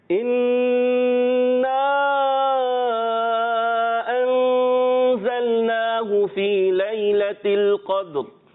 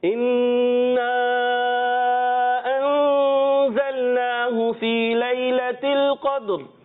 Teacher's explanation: دو غنے ہیں، ایک نون مشدد میں اور پھر انزلناہ، اور مد کو بھی کھینچنا ہے، دو غنے کر کے جائیں گے تو انشاءاللہ صحیح ہو جائے گا۔